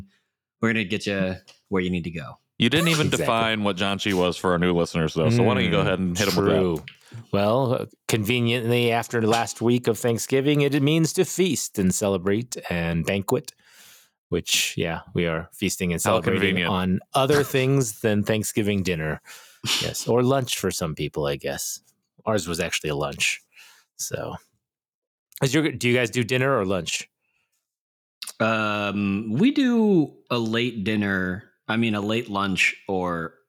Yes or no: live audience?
no